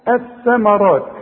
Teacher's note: اتحولت اللام الى ايه الى ثاء دخلت جوه ادغمت